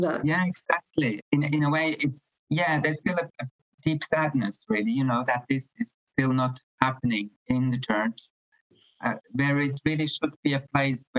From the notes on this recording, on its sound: Apologies for the audio quality in this one, we had a poor internet connection.